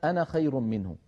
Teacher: كلما رأينا كلمة أنا فإن ألفها لا تنطق عند الوصل · Term: الألفات السبعة